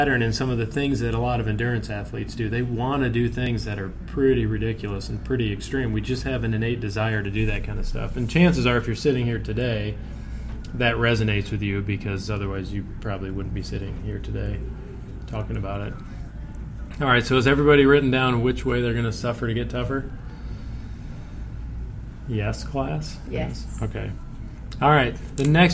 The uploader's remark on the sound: Recorded live at the monthly RFP Coaching Luncheon Workshop.